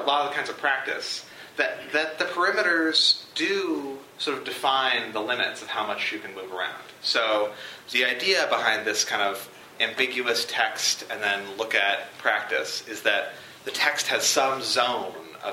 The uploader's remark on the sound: This lecture was recorded on February 13, 2015, at the University of Chicago Law School.